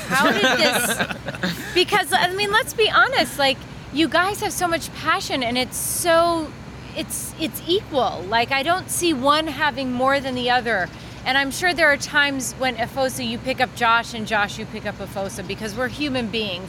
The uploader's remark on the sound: LIVE from the Ascend Conference in Washington DC